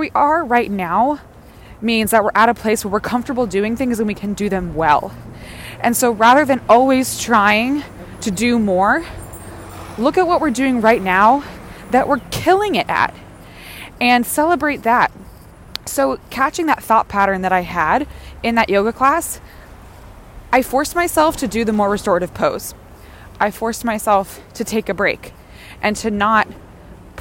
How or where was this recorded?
outdoors